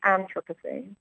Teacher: Americans pronounce it with a stress on the first syllable, so they call it the Anthropocene, whereas Brits pronounce it Anthropocene.